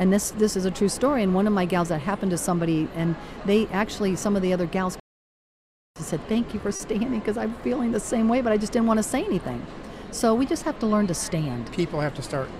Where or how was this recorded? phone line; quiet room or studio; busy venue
busy venue